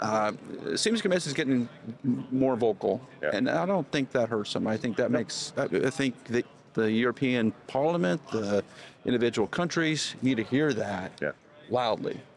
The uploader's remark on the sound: Live From New Orleans – American Clean Power 2023. When you get to see everybody on the show floor.